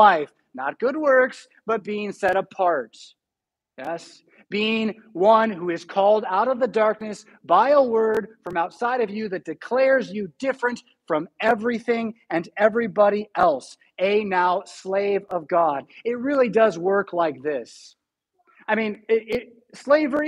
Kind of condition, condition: setting, large echoing room